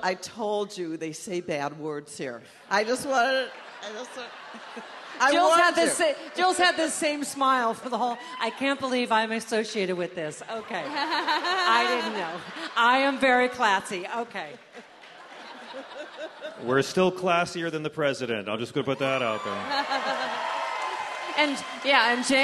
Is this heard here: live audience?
yes